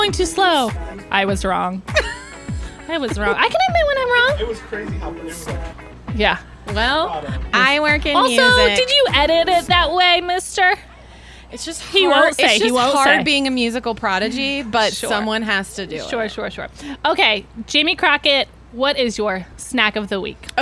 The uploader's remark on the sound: We are coming to you LIVE from Wanna Spoon Cereal Bar in Nashville, TN! We recorded on location, in the wild, on set to talk all things cereal and what better place to do that than a whole restaurant. Special thanks to our friends at Wanna Spoon Cereal Bar for letting us record on the patio with bowls of cereal in our hands!